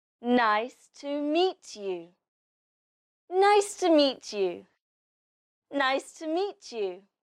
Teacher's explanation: In this sentence, the stress is on nice and meet. So you say these words louder and higher than the others.